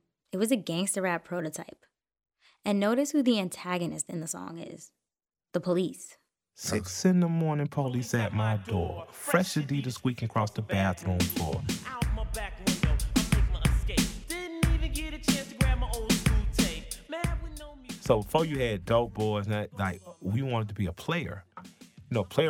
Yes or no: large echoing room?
no